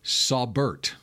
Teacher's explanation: I bet it's Saubert, but they've got the emphasis on the Bert. Wrong syllable.